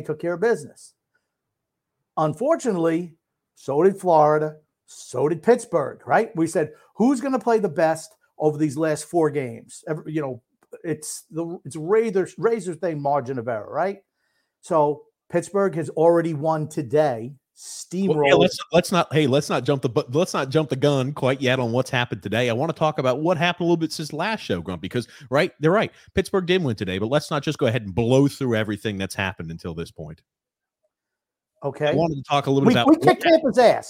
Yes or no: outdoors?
no